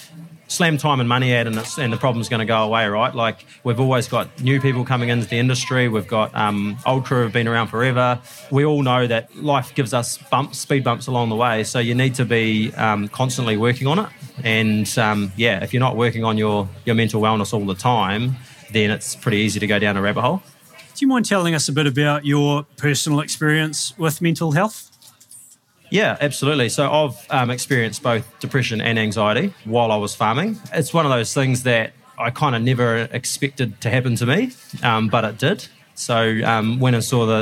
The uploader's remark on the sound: Live from Fieldays